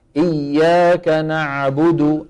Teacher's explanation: يرجع إلى الوراء عند نطق العين فيتضيق المخرج لكنه لا ينغلق. ركز، يتضيق لكن لا ينغلق، وفي نفس الوقت لازم يتضيق، بمعنى إن لم نرجع لسان المزمار لن تخرج عين صحيحة.